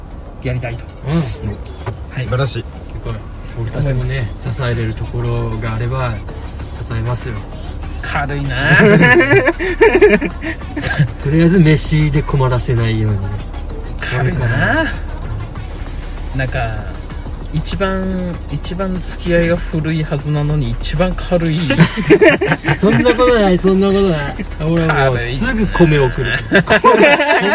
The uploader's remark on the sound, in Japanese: 宮崎市内にある「住吉公園」という場所で行ったのですが、当日は残念ながらいい天気には恵まれませんでした。いつものように車の中で収録しているのですが。